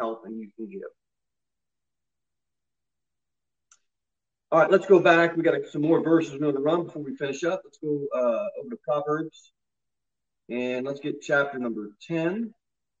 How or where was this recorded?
large echoing room